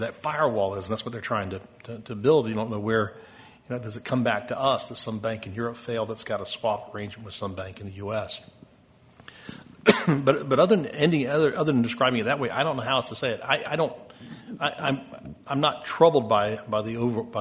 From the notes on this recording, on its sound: Closing Keynote. Conference Audio.